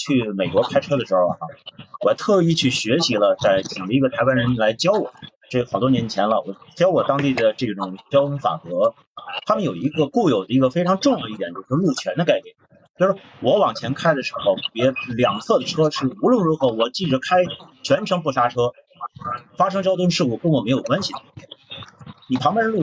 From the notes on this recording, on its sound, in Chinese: 由于设备原因，本期节目略有些杂音，请各位见谅。